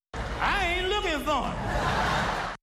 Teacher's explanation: he does not stress the pronoun him, but he does stress the word ain't